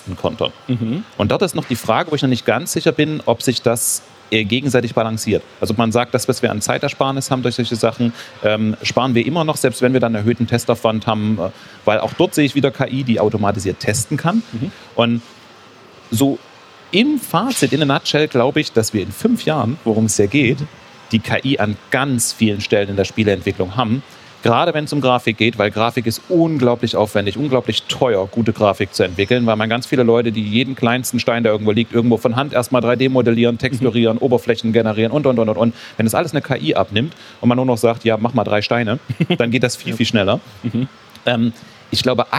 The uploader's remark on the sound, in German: Im CAGGTUS-Live-Talk. Im Live-Talk von der CAGGTUS 2023 in Leipzig.